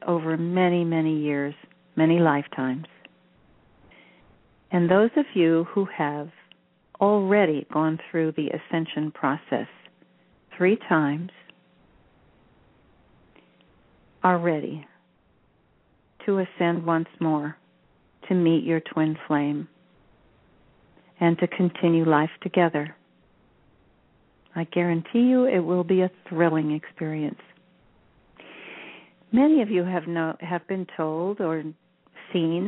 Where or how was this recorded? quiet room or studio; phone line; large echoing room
phone line